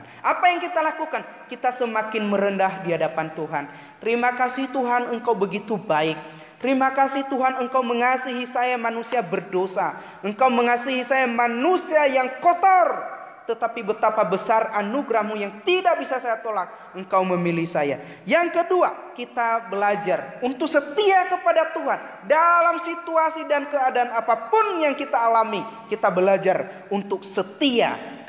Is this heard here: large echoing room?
yes